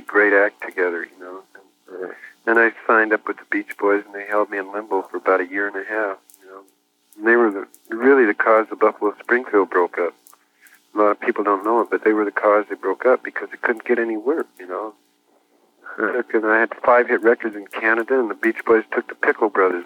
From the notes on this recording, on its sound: An extraordinary 1983 phone interview. His tapes of his phone conversations.